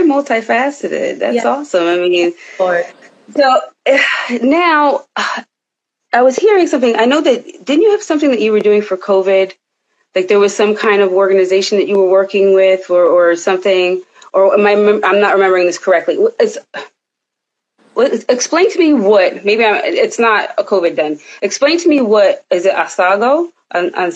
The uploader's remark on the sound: special Instagram Live #WFH edition